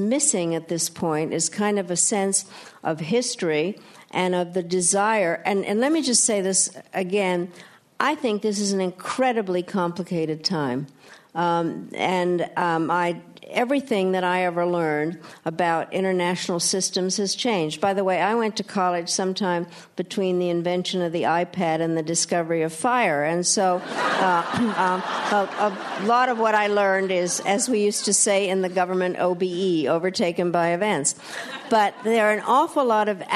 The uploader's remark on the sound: Inside the Q&A session of RJ Julia's recent live event. At the Yale School of Management.